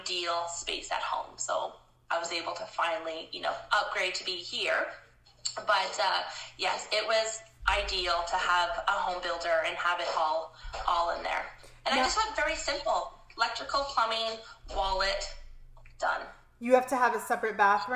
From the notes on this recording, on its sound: Listen to my Instagram live conversation